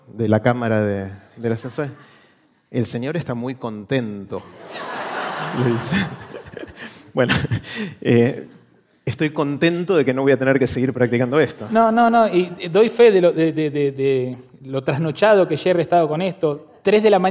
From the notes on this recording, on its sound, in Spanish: Este es un episodio muy especial de Aprender de Grandes que grabamos con audiencia en vivo en el Centro Cultural de la Ciencia en Buenos Aires.